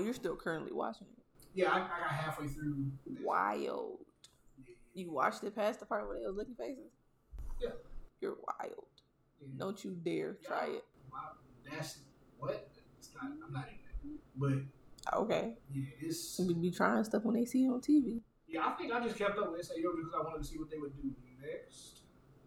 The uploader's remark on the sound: Apologies for the audio this episode.